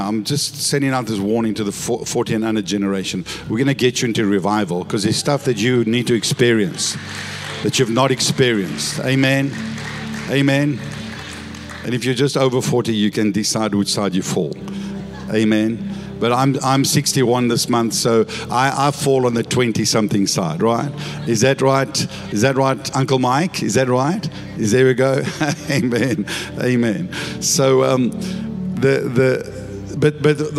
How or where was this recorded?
large echoing room